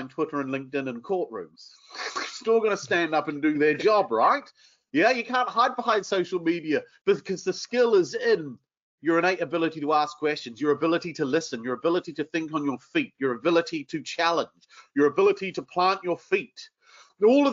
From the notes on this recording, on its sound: This episode is the audio taken from a webinar we ran recently